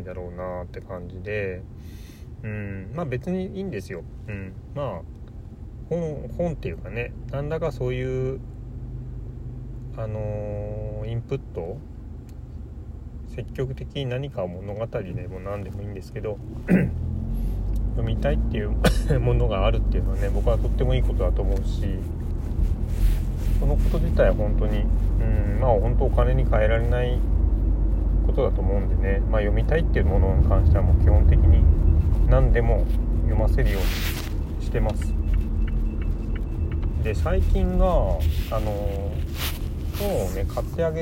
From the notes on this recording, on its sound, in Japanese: 雑音あり。